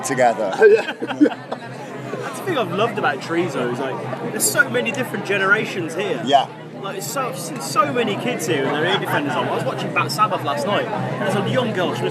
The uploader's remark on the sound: From our 'Live from 2000 Trees 2023' series.